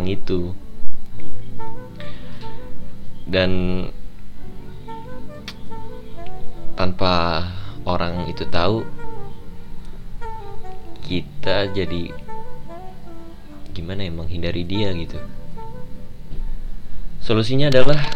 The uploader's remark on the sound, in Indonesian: Maaf jika kualitas sound jelek,semoga bisa secepatnya beli gear untuk podcast ini.